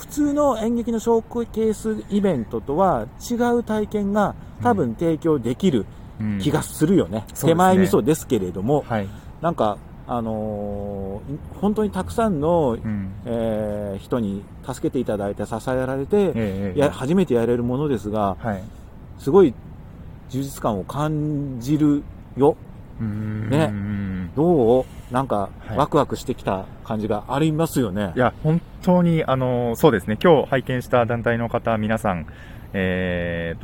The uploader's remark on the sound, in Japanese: 夜の公園で収録しました！